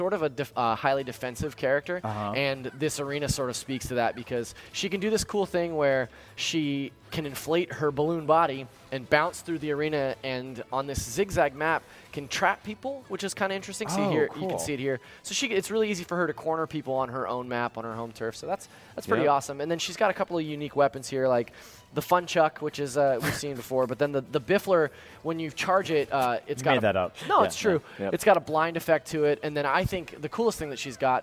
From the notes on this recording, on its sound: Travelled to Cologne, Germany, to report back live from the annual mega-games convention, Gamescom. It's a shorter episode since it was recorded as part of our live show.